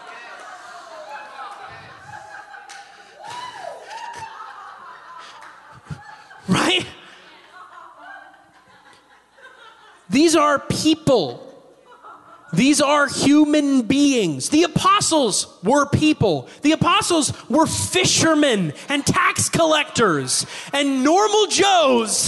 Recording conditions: large echoing room